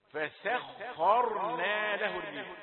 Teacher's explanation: برضو السين، سين رقيقة، الخاء مفخمة، لا تقول فسخرنا، فسخرنا تدي ايه سين، شيء من التفخيم ولو قليلا.